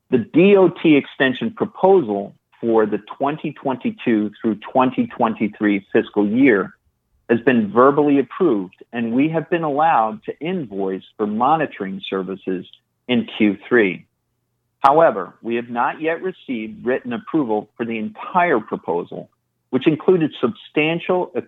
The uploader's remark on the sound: IIOT Oxys August 2022 Conference Call